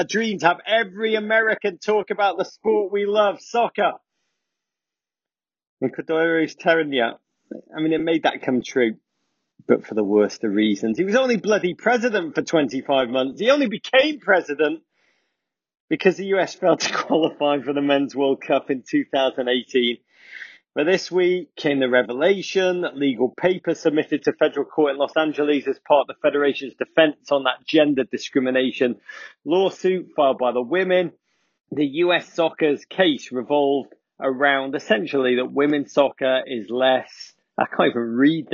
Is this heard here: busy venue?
no